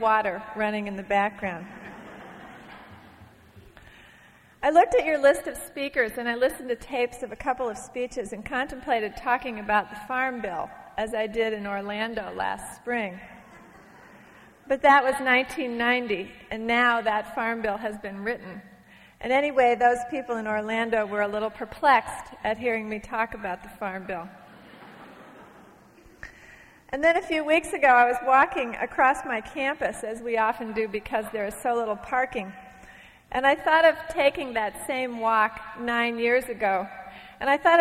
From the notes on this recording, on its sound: from a Portland Arts & Lectures event in 1991